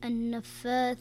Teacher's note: النون المشددة يكون الحكم فيها غنة بمقدار حركتين